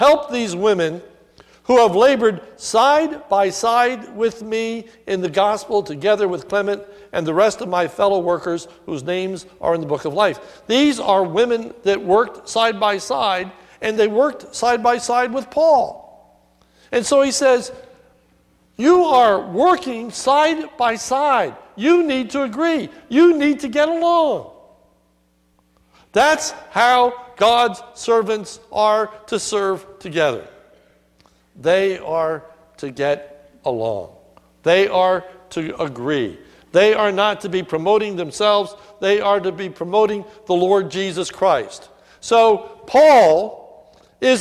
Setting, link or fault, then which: setting, large echoing room